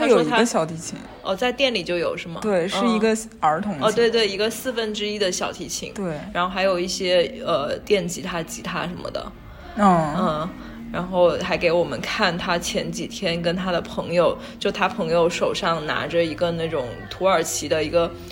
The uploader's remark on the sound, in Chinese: 被植物环抱的咖啡馆“扫叶花园”，在这里我们趁热录制了本期节目